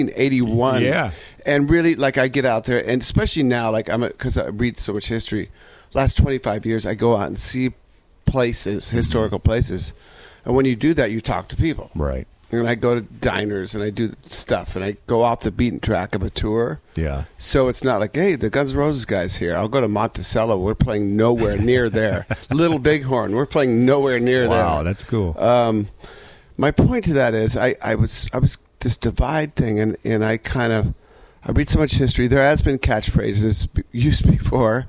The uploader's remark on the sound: This interview was recorded June 10, 2019 at the Historic Scoot Inn in Austin, TX